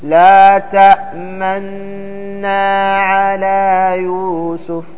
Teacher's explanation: ضم الشفتين عند النطق بالأولى الساكنة التي تضغم في الثانية · Term: الإشمام